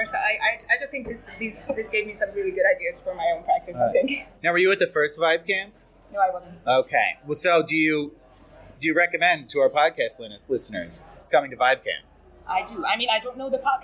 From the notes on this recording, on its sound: report live from Vibecamp!